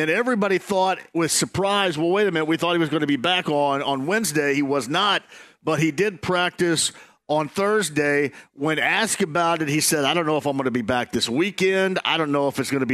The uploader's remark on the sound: Live From The Slippery Noodle